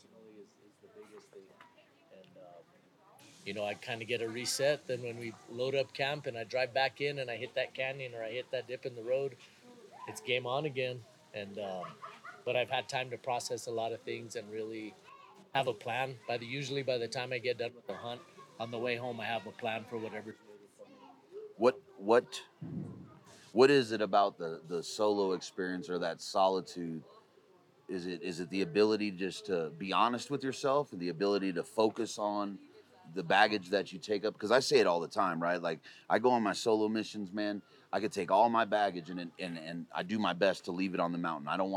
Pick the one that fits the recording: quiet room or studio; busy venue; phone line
busy venue